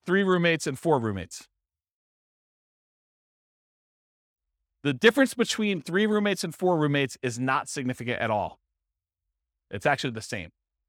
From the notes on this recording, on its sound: This was a live class recorded